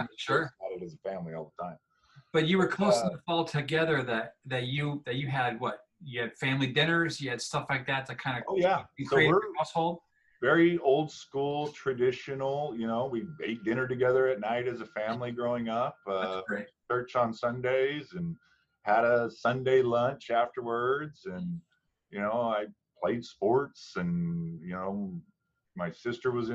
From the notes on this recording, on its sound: Recorded using a Zoom session to connect